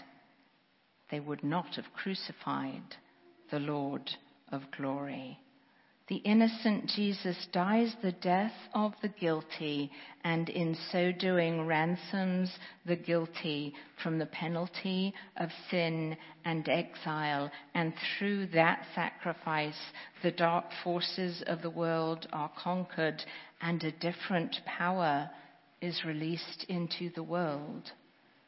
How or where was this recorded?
large echoing room